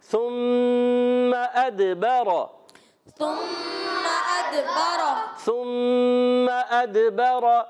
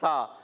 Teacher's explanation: सा की अदायगी होती है जबान का सिरा, जब ऊपर वाले दांतों के किनारे से लगता है तो अदा होता है सा, तीन हरूफ अदा होते हैं सा ज़ाल व, इनको कहते हैं हरूफ़े लिसविया।